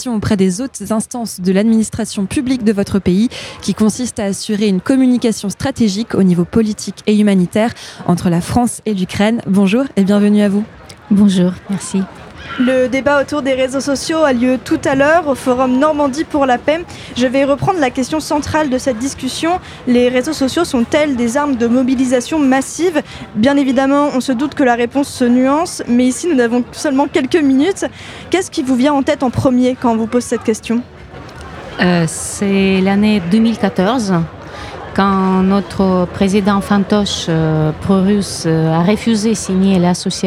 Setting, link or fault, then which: setting, busy venue